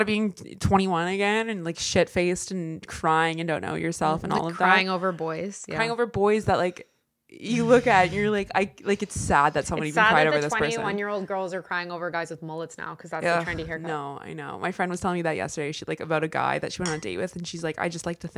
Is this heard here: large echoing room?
no